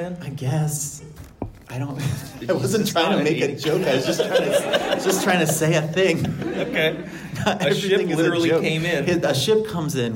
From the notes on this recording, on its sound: LIVE from the Fall For The Book Festival. Our first episode of the new year is actually from our live show at the Fall For The Book Festival in Fairfax, VA.